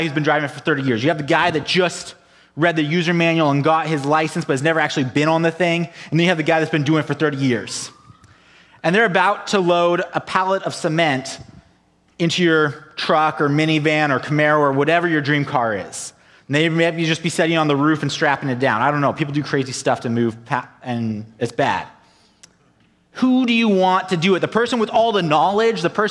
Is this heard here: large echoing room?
yes